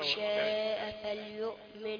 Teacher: من فيها حكم قبل الشين يبقى فيها غنة فمن شاء دي ما هيش بالقصر زي ما انت عملت كده